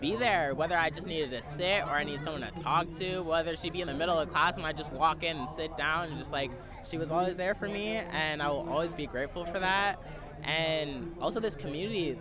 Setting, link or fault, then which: setting, busy venue